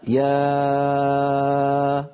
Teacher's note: فإن هذه الألف ينشأ صوتها من الوترين الصوتيين